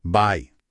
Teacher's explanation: La regla general es que la entonación baja al final de la despedida.